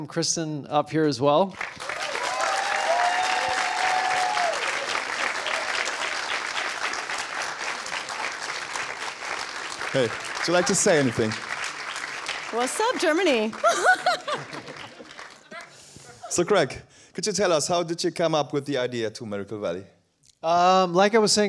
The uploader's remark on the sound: In the second part of the episode you will hear the Q&A from the double screening